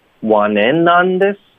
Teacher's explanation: 我们的重音应该是 in want in on this,而不是 this want in on this. OK,所以重音是 in,不是 this.